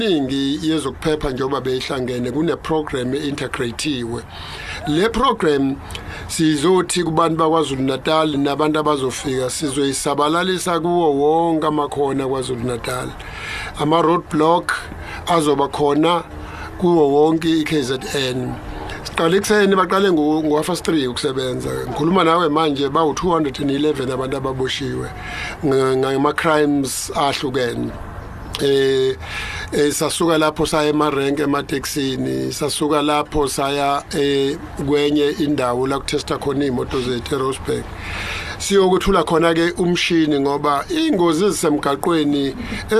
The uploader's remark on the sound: Interviewed at the festive season launch in durban